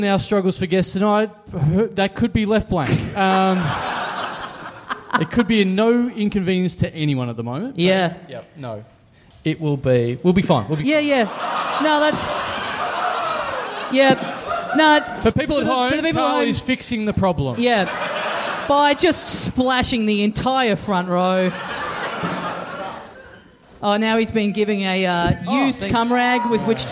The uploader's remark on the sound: Live! HOBART! We're heading down for the first time for a live show in a small venue.